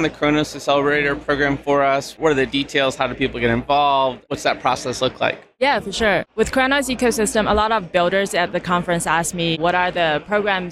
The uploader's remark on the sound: Live from ETHDenver 2023. This episode features the Edge of NFT live from ETHDenver 2023 . From our final guest whose interview got cut short due to technical issues.